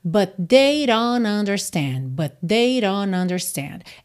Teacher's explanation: Aqui nesse don't, nós temos rarara na entrada, ou seja, no D, e o T sumiu completamente. O N é que ligou em understand.